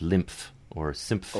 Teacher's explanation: the thing we're moving into is a lip-closed position, so we build up a little pressure there · Term: effortful closure